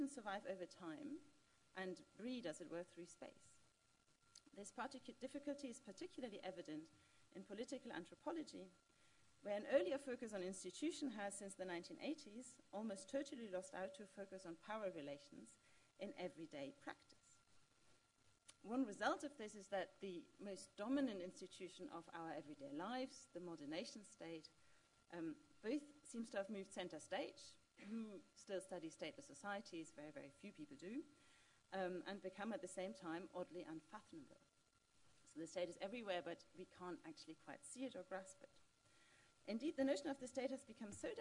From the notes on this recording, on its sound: This event is the Malinowski Memorial Lecture 2019.